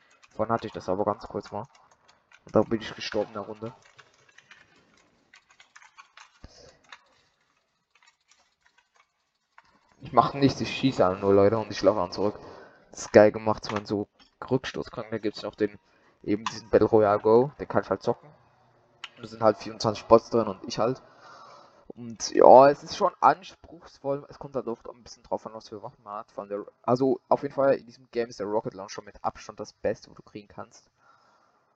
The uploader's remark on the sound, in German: Richtig schlechte Sound Qualität